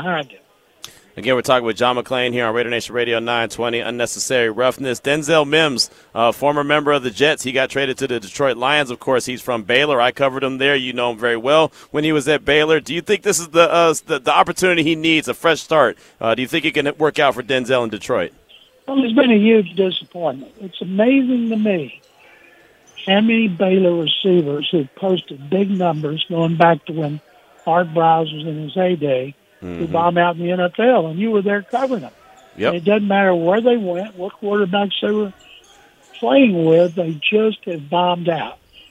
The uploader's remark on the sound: LIVE FROM SLAMBALL!